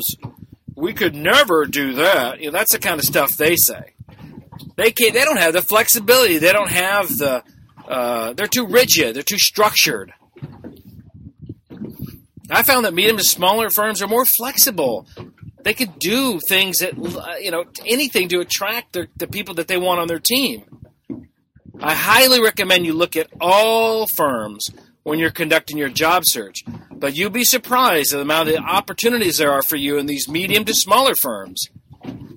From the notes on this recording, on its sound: I apologize for the audio on this episode, I was doing this one on my boat!